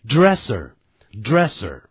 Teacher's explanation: 会念成 dresser dresser dresser 它不卷舌的但假如是美式英语它就是过分的强调这个卷舌音